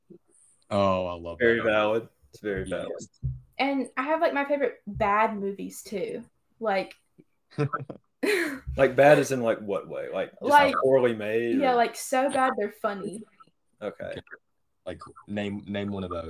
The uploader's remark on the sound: Sorry for the relatively poor audio quality. We had some technical difficulties due to having to record this episode remotely.